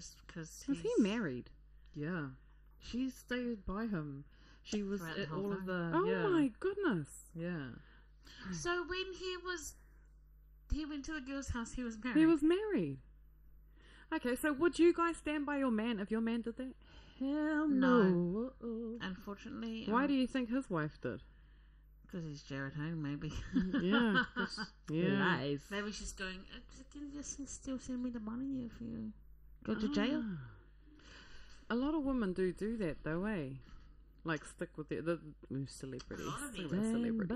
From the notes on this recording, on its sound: We apologise for the audio quality on this episode, we didn't realise till editing that there was an issue.